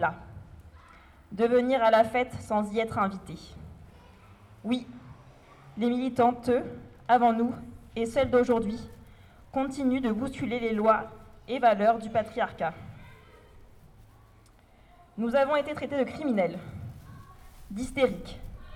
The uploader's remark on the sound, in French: Captation audio de la déambulation de Rabastens (Tarn, 81) dans le cadre des Journées du Matrimoine. Enregistré avec un Zoom H2N, audio limité et normalisé.